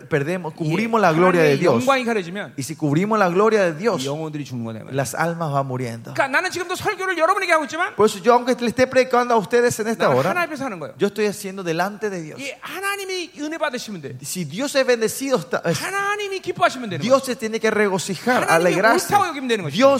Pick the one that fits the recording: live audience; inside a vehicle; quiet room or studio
live audience